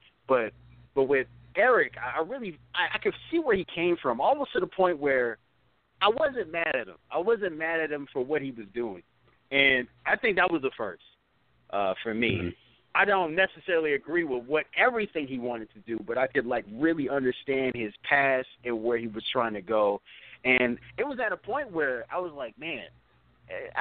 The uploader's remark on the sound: calls in for a live interview